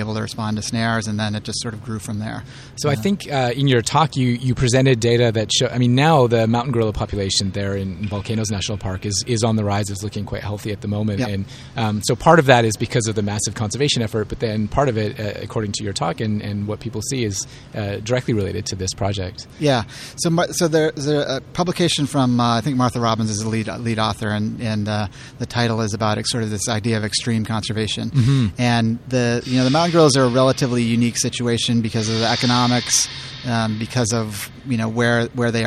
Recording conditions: busy venue